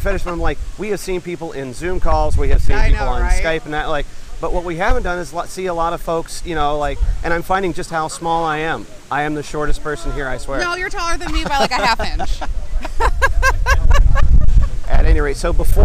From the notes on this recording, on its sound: Some early audio from Anaheim as Star Wars Celebration is set to begin.